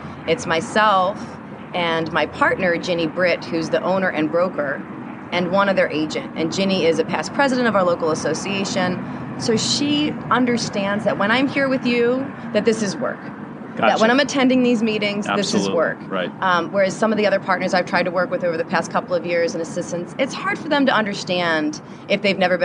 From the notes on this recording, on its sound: This was my first remote episode. Sat on a balcony at the San Diego Convention Center during the 2015 NAR Annual Conference. If you listen closely, you can hear the clang clang of the trolley!